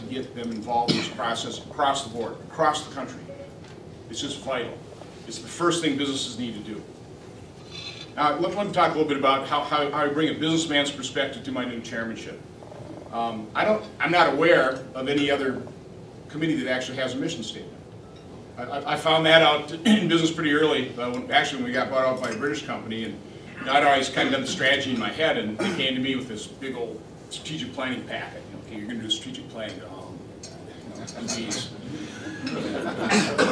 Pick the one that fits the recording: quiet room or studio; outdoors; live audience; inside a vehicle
live audience